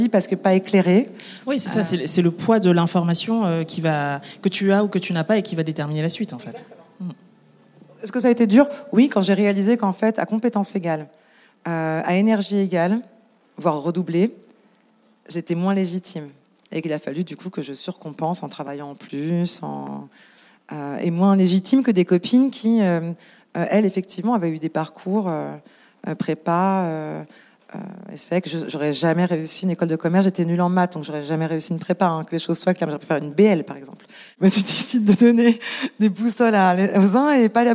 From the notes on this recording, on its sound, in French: Cet épisode a été enregistré en public. Cet enregistrement en public a été rendu possible grâce au soutien de L'Ascenseur , un collectif d'associations réunies sous un même toit pour oeuvrer à plus d'égalité des chances.